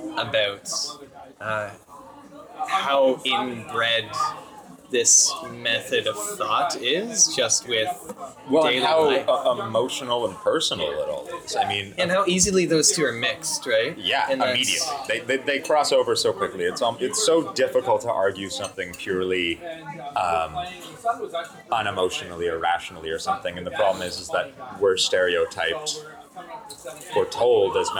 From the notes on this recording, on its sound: Have a drink in a pub. In and around Toronto.